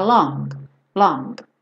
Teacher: Esse G, ele praticamente não aparece